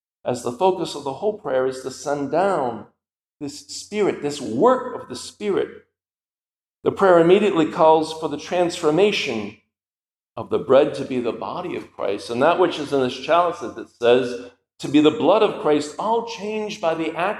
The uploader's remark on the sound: This lecture was given at the Catholic University of America on May 16, 2023 as part of the Thomistic Institute symposium titled "Toward a Fundamental Theology of the Priesthood."